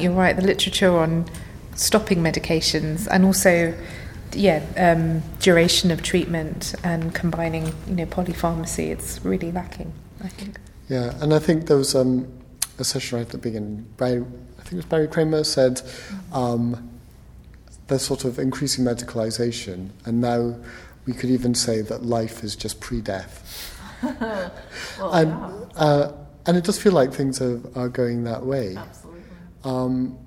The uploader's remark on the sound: This week we’re at the Preventing Overdiagnosis conference in Quebec Canada